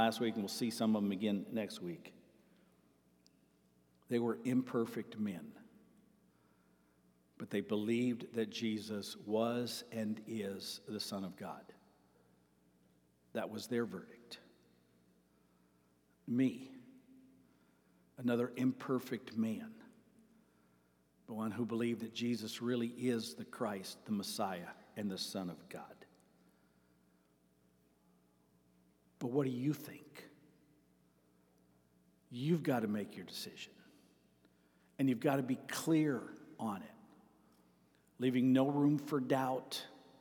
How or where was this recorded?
large echoing room